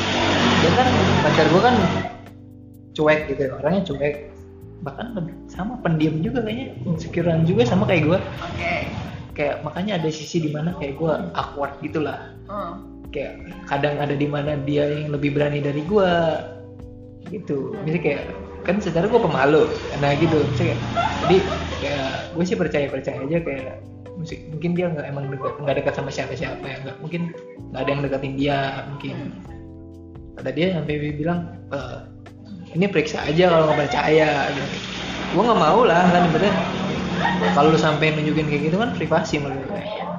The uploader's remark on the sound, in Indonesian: Mohon maaf kalo banyak suara motor yaa.